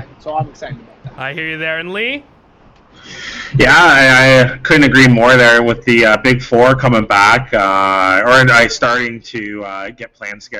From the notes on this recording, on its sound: While the audio in this episode isn’t what you usually get from Poor Sports, by practicing good social distancing something had to give.